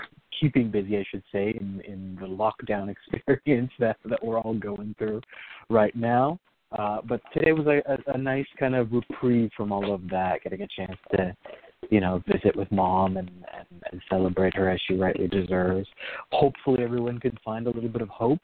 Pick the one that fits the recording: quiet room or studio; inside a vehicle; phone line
phone line